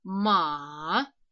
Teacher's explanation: Представляете галочку вверх, ее низ, и потом снова вверх. · Term: Третий тон